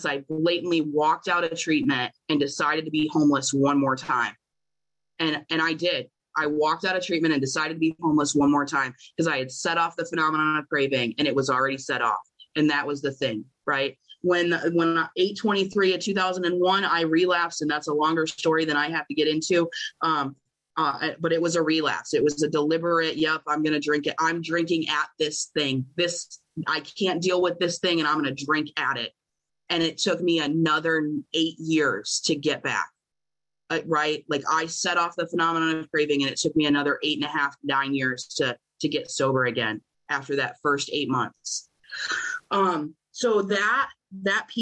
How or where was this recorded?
video call